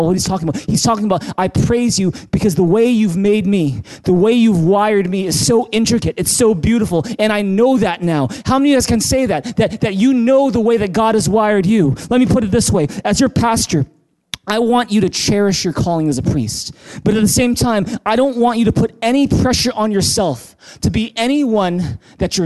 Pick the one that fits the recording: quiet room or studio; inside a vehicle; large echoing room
large echoing room